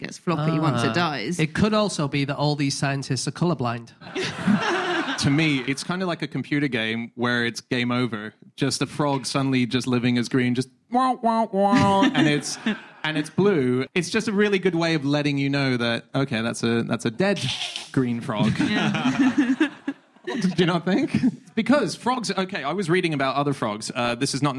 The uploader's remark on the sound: Live from Bristol